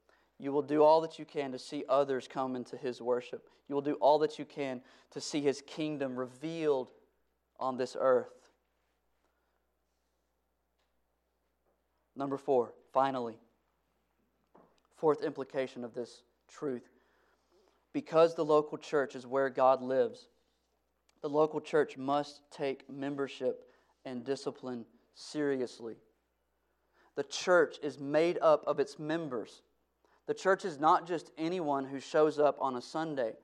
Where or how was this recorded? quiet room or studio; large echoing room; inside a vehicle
large echoing room